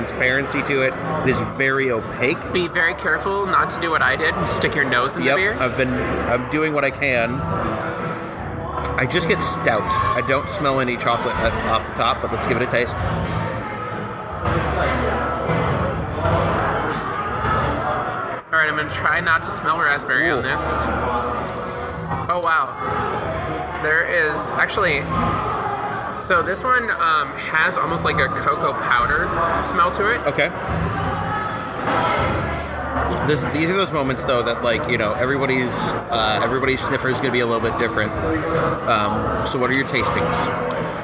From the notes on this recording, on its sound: Lake Monster Brewing , in Saint Paul, MN. We'll have tastings of several brews recorded at Lake Monster.